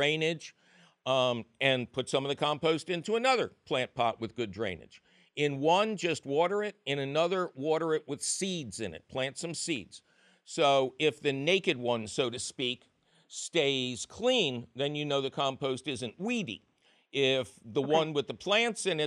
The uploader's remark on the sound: Otherwise, it’s a fabulous phone call show!